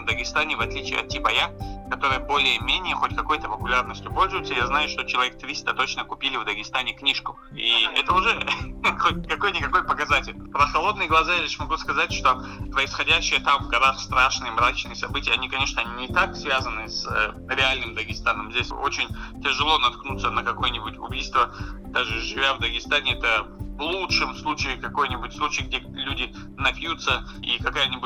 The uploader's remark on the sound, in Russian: Мы связались с писателем по телефону.